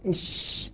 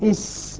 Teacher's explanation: فصارت قريبة من الشين. يعني لولا انتشار الهواء في الفم الذي يحدث مع الشين لخرج من بين الثنايا وحدث الصفير، حدث الصفير وصارت سينا، وصارت سينا إلى حد ما. · Term: التفشي